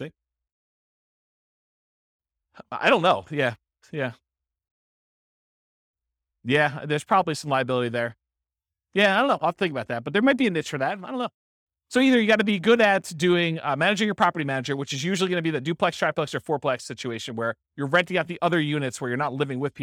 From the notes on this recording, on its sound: This was a live class recorded.